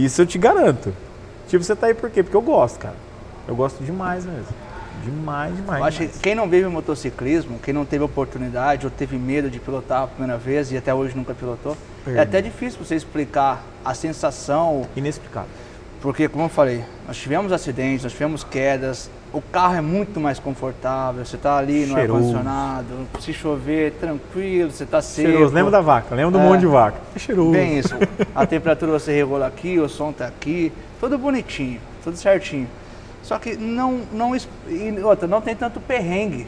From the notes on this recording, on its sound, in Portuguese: Gravado em 05/07/2021 no Hell’s Dogs Motorcycle Bar - Foz do Iguaçu/PR